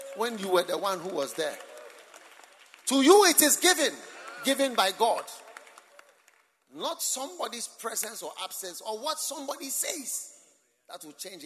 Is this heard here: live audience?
yes